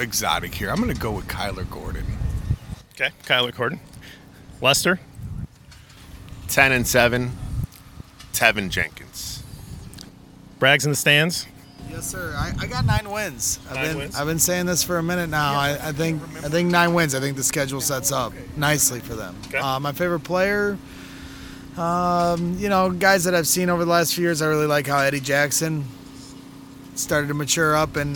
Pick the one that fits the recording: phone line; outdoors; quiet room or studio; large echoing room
outdoors